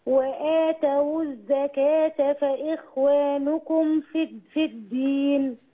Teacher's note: وآتوا بينوا فتحة التاء وضمة الواو كويس